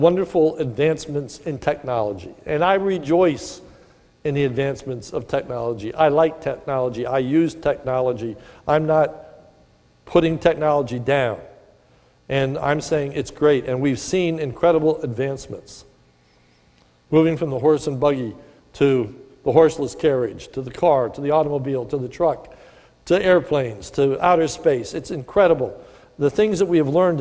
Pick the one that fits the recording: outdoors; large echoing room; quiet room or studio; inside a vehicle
large echoing room